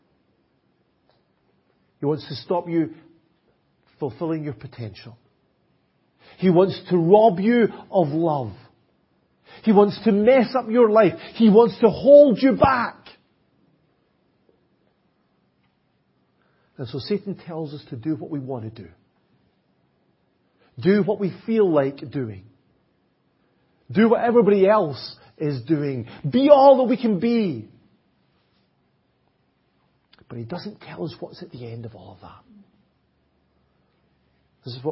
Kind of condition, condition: setting, large echoing room